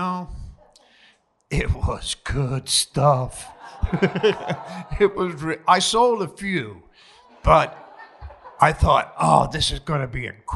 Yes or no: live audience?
yes